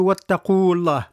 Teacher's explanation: المد متاع القاف يسقط لأنه جاء بعدها ساكن